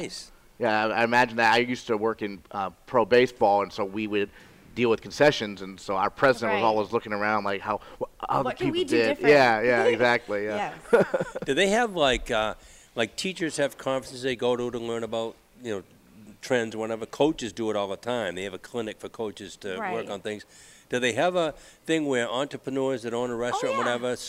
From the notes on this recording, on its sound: Broadcast live from Gridiron Restaurant. With the MPA basketball state tournaments underway.